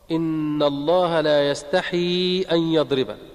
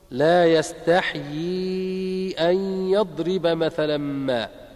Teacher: بعض الناس يقرأها هكذا خطأ، إن الله لا يستحيي أن يضرب، فيكسر الحاء، فالحاء ساكنة بعدها ياء مكسورة ممدودة · Shown in: second take